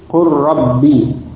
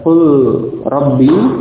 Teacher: seperti idghamnya huruf lam pada huruf ra · Shown in: first take · Lam dan ra, nah ini makhrajnya berdekatan.